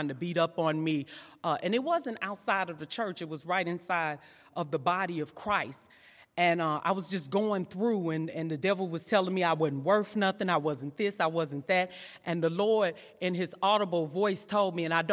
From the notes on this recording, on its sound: during session 2 at our 2022 Women's Conference